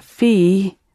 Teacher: fi, which is slightly longer, fi, with a hint of an H sound at the end